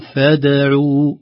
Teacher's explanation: هنا الدال ساكن ومقلقل بين حرفين متحركين الفاء والعين بعدها، غالبا الحروف المقلقلة وخاصة الدال يتأثر بالحروف التي تأتي بعده · Term: قلقلة بسكون